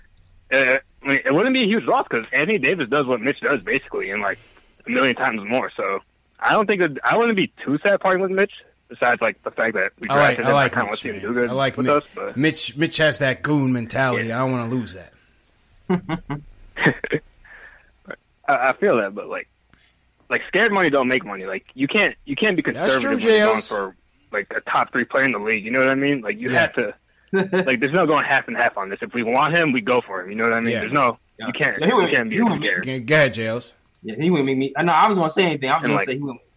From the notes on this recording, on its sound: take live phone calls from fans around the world